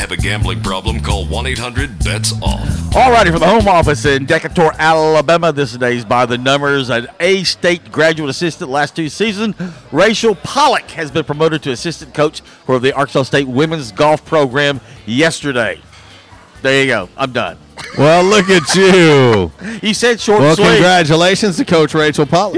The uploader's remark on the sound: LIVE from J’Town’s Grill!